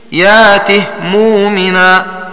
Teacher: كلمة يأته مؤمنا قرأها بإسكان الهاء السوسي